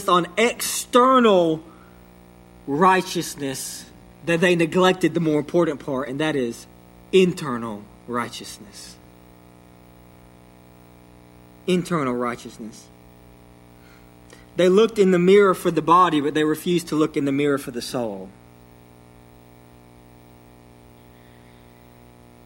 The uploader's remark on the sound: sermon delivered to Cottondale Baptist Church in Eastman, GA on 9/26/21